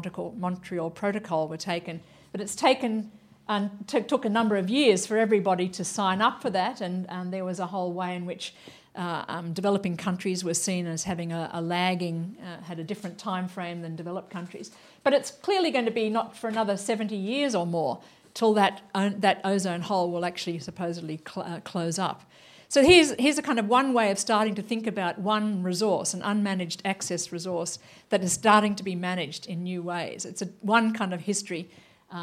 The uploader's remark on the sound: Lecture at WTM Forum 1